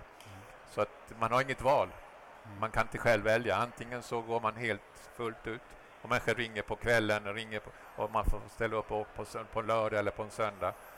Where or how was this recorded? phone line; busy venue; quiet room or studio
busy venue